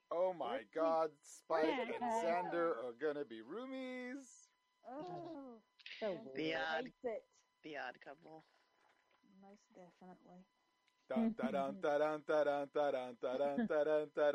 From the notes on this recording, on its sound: Audio issues!